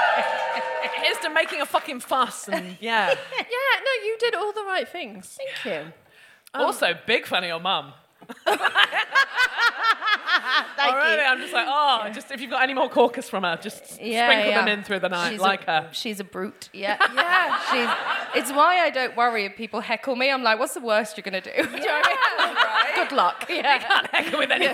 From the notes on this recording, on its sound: DWSC LIVE. Recounted her ordeal to the baying crowd.